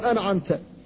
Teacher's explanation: إلى طرف اللسان فتنطق بالنون ثم ترجع إلى الحلق لتنطق بالعين، فلا بد من التنبيه على إظهار النون الساكنة ومن غير قلقلة أيضا